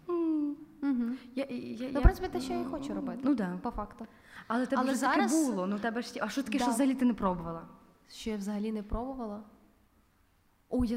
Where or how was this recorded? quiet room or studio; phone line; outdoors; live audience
live audience